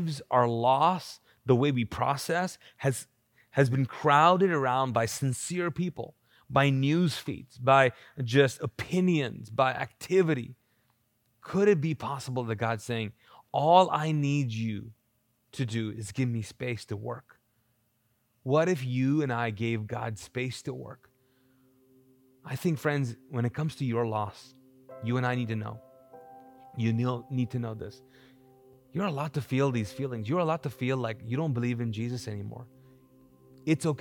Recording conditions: large echoing room